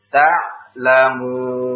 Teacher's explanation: Ketika waqaf, maka harokat fathah ini tidak terbaca lagi. dia menjadi sukun. Tetapi sukunnya bukan sukun asli.